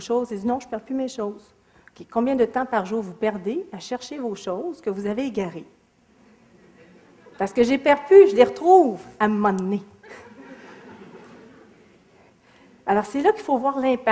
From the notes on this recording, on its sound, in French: Extrait de la conférence. Au cégep de Sainte-Foy.